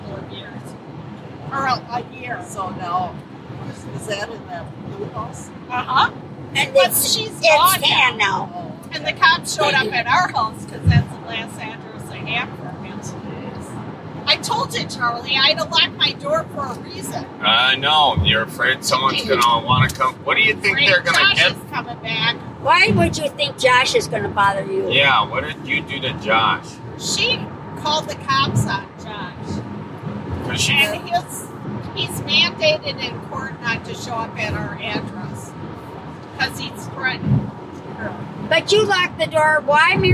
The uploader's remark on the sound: Live from a car ride to Ho Chunk Casino